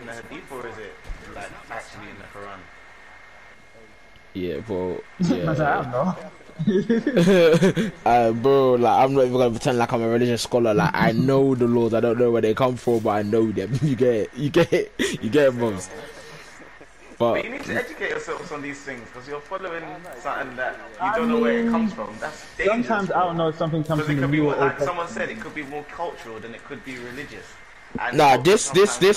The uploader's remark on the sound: Sorry for the bad audio this week